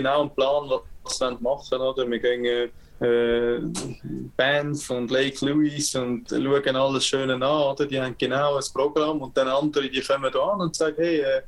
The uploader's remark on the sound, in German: Für die Aufnahme von Episode 78 haben sich die Protagonisten aus den unterschiedlichsten Situationen eingewählt. Zwar nicht mehr im Kofferraum, sondern im schönen Landhaus. Es macht es dann natürlich auch nicht einfacher wenn sich der Gast live aus Kanada zuschaltet und somit unsere Videokonferenz noch mehr datenmässig überfordert wurde.